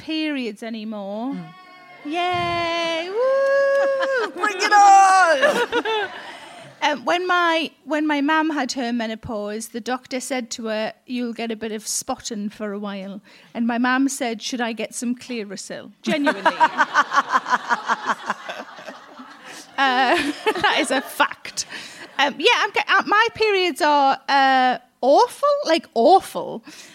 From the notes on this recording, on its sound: In Conversation recorded at Kings Place back in May